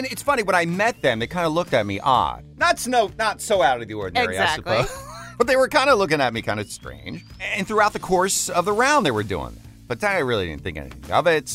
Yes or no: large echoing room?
no